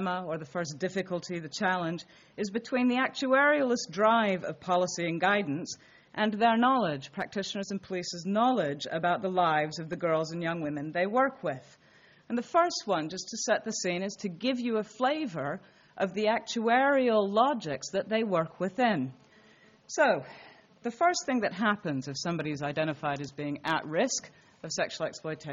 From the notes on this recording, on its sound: This talk was delivered at University of Leicester on Wednesday, 20 February, 2013.